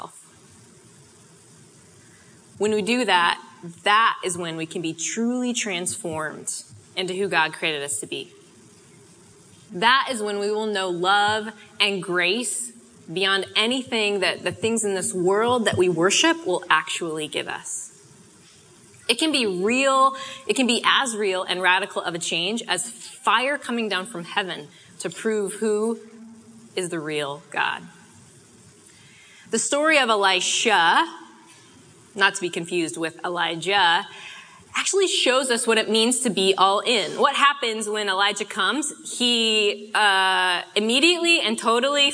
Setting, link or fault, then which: setting, live audience